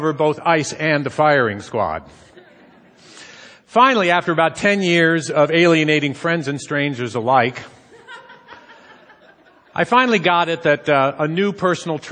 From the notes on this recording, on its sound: Onstage at TEDxRainier